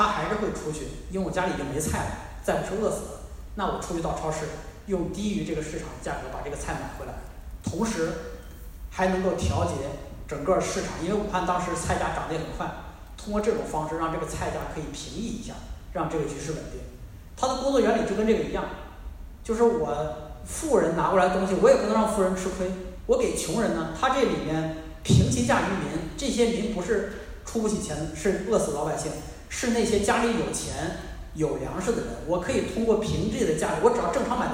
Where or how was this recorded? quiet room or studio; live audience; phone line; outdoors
live audience